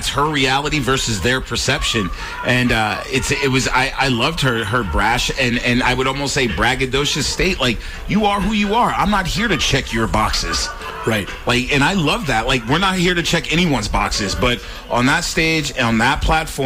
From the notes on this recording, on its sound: LIVE from Washington-Grizzly Stadium before the Montana spring game